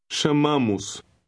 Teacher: The O in the OS ending also has a short U sound.